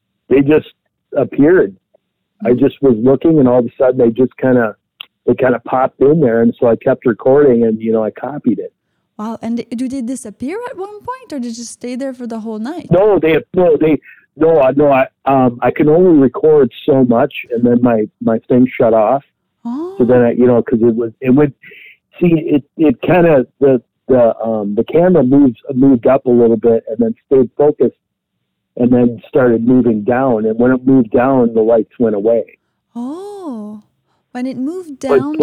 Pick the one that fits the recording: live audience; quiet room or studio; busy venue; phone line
phone line